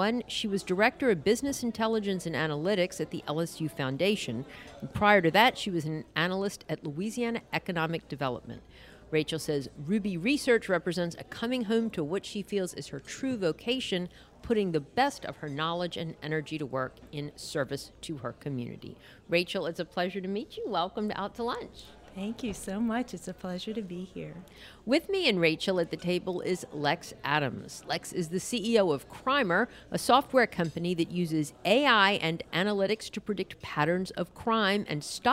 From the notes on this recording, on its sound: Out to Lunch is recorded live over lunch at Mansurs on the Boulevard